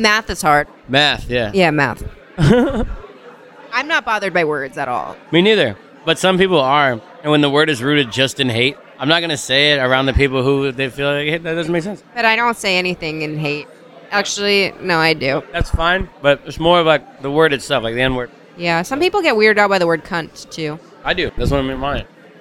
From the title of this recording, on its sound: Backstage: Mad House Comedy Club